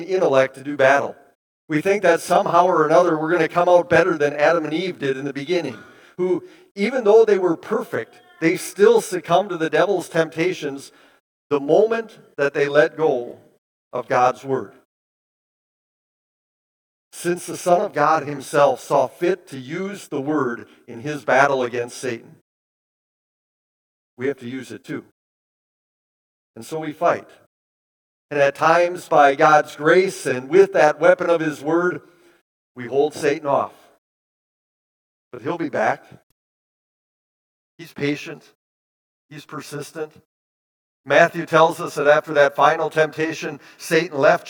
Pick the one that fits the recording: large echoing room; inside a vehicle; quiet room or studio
large echoing room